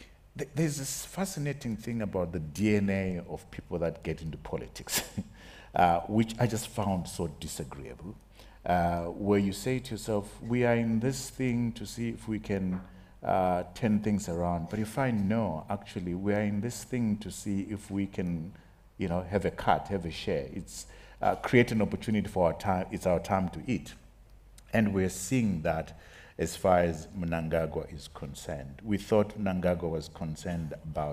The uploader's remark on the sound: on the final day of the BizNews Conference in the Drakensberg